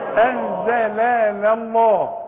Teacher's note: لام مرققة وبعدين لام مفخمة